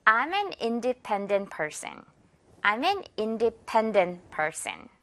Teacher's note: 이렇게 세 번째 음절에 강세 주기